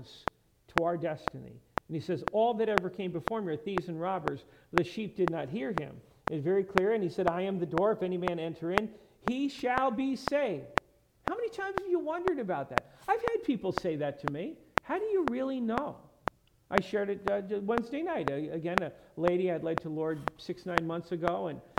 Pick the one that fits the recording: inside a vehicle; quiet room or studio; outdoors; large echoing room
large echoing room